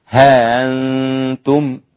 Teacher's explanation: أبو جعفر والسوسي قرأ بتسهيل مع قصر فقط دون مد، هكذا هانتم بسيطة، هانتم والأولى زي برضو هانتم، ولكن أضيف عليها مد أربع حركات اللي هو التوسط هانتم.